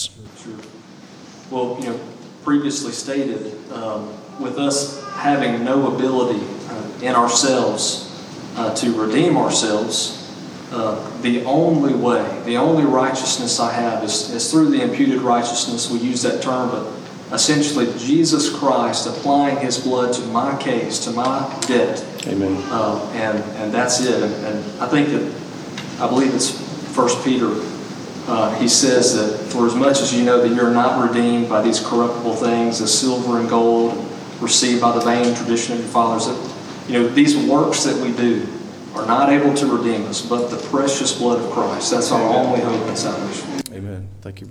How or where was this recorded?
large echoing room